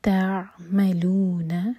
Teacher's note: عین ساکن پر جھٹکا نہ ہو تو اس لیے عین پر تھوڑا سا ٹائم ایکسٹرا دیں گے